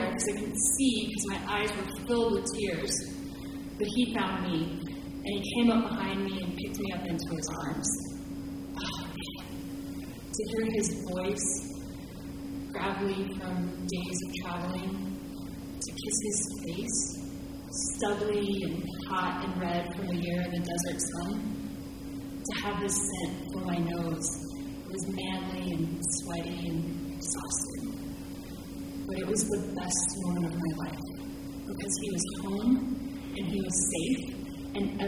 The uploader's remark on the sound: Live From Austin 2! Stories of heartbreak and hilarity from our second visit to the town that keeps it weird.